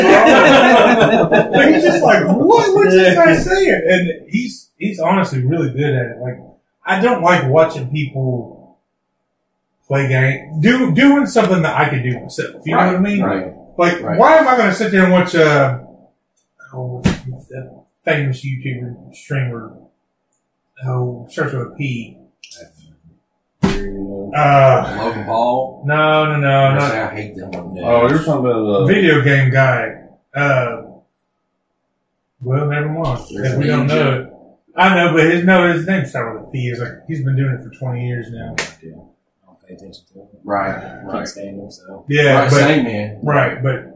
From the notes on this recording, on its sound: We were still new and forgot to select our mics through computer so the audio isn't the greatest.